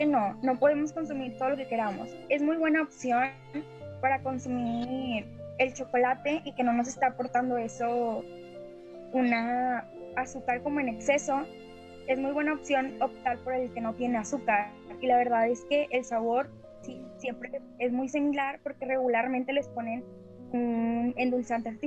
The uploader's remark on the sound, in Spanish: Entrevista grupal realizada vía zoom por alumnos de cuarto grado.